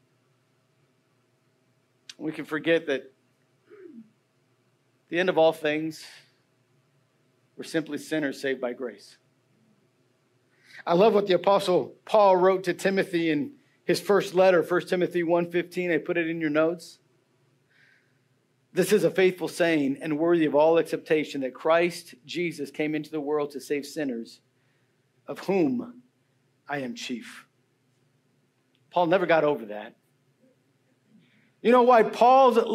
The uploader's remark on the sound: Message preached Sunday February 11, 2024